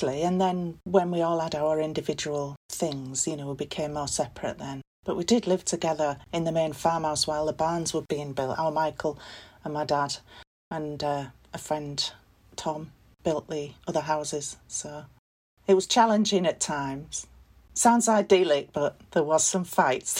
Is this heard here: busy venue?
no